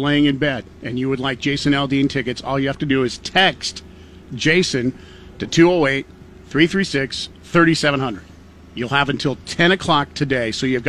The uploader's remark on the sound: LIVE from the TOY DRIVE